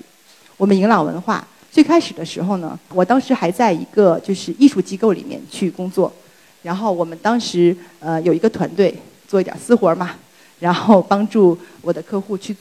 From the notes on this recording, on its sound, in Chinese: 今天在一刻演讲的舞台上分享我的故事。